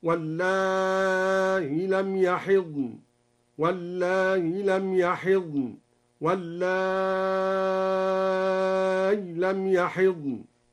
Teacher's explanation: قرأ بحذف الياء وتسهيل الهمزة مع المد والقصر أو الياء الساكنة مع المد